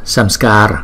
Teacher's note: Chúng ta kéo chữ A này hai nhịp, còn chữ A sau này là một nhịp